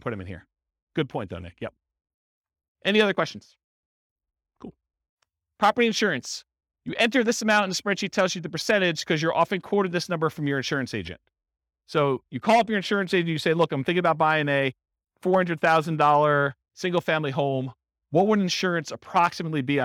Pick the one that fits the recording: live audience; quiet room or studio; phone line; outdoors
live audience